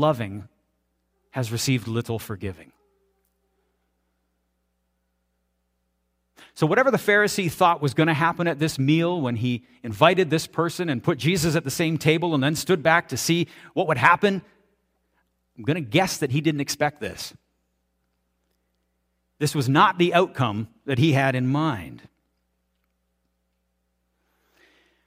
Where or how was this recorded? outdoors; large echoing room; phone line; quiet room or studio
large echoing room